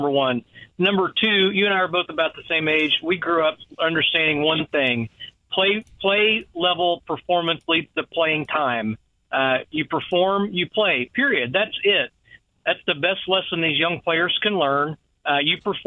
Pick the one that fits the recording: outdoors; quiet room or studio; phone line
phone line